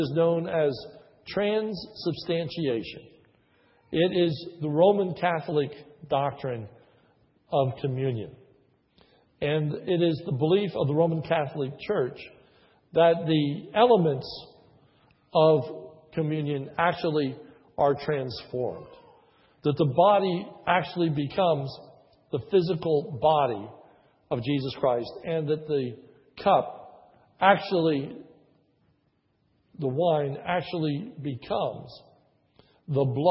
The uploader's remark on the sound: This is a sermon recorded at the Lebanon Bible Fellowship Church, in Lebanon, PA. During the morning service. Was preached on a Communion Sunday.